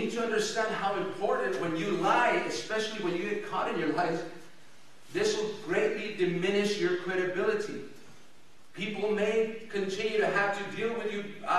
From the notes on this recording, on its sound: El Paso Christian Church Live Stream.